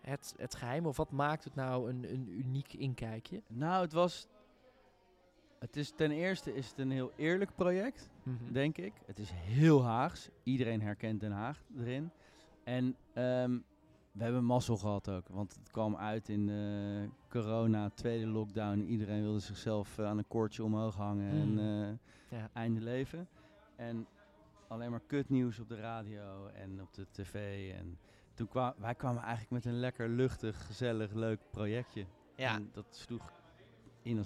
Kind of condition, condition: setting, busy venue